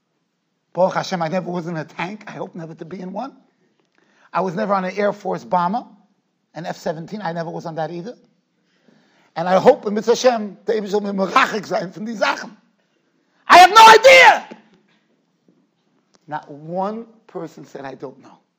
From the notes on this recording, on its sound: Shiur recorded in Yeshivas Ohr Reuven, Monsey, NY.